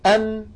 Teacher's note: فنهاية الحرف الساكن شفتان ملتصقتان · Term: ميما ساكنة